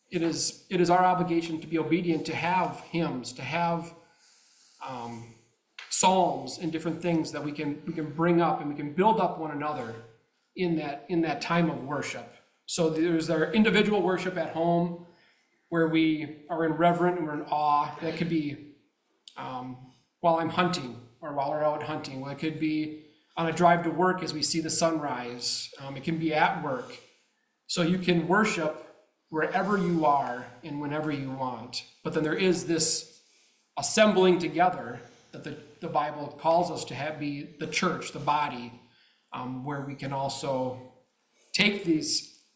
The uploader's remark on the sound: The Hiawatha Bible Chapel hosted the Panel Discussion on Hymns and the Words to the Hymns. Before we started the panel discussion, we played a short video on hymns (4-minutes long).